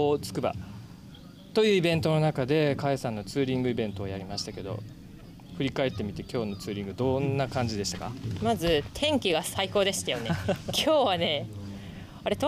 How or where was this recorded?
busy venue